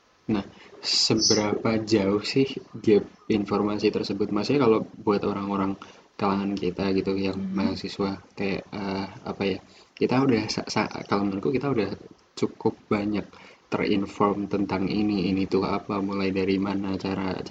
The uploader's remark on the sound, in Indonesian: Bermodalkan fitur Skype Recording dengan kualitas pas-pasan (jelek)